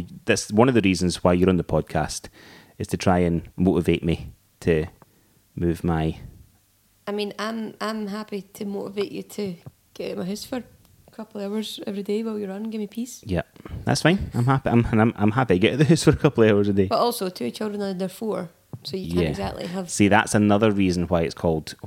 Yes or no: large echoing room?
no